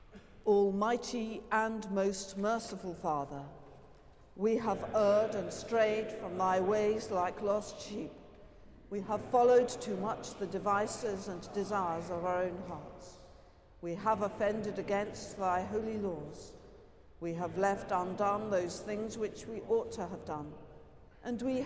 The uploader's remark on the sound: Has been collated from archive live music recordings together with prayers and readings for the appointed day specially recorded in church and in people's homes.